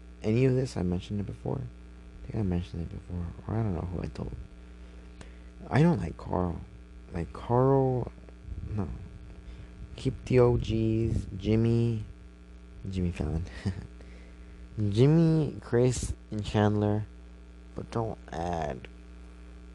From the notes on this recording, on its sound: Sorry for the buzzing noise I probably plugged it in wrong or maybe cause my phone was charging.